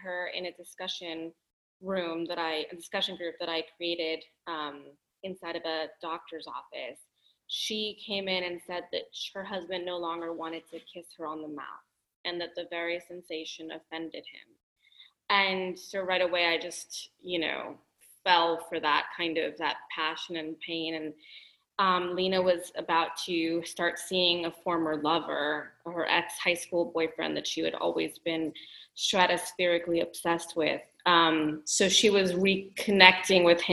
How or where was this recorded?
video call